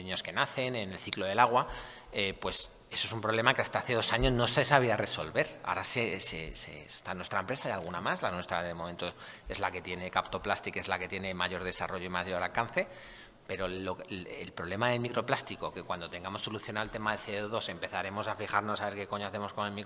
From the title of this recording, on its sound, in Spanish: Podcast en directo: La Granja Summit